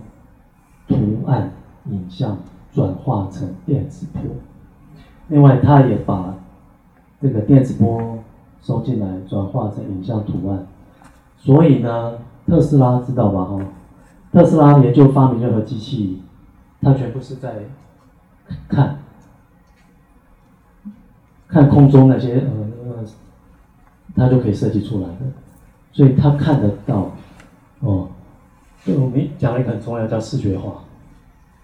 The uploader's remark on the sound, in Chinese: 八月中在台北心悅人文舉辦的新書發表會現場錄音